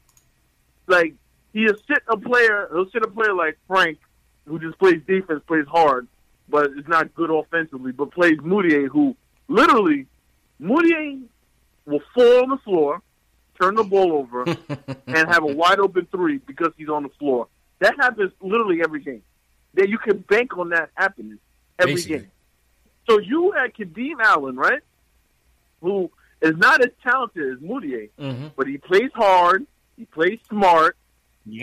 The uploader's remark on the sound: take live phone calls from fans around the world